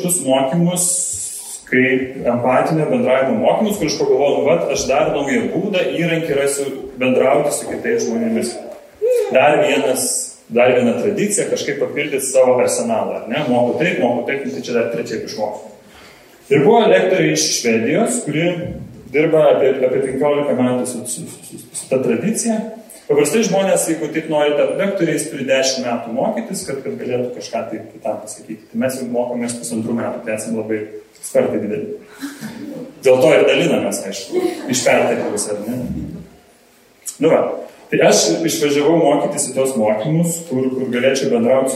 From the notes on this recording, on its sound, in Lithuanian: Įrašas iš Šeimų festivalio.